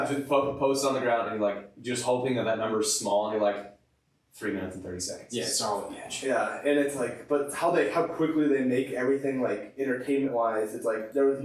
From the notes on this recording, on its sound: Due to technical difficulties, the audio is a little lower quality than normal